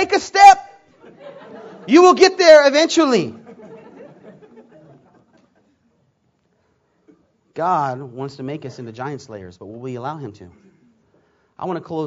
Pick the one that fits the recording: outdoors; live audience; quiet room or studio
live audience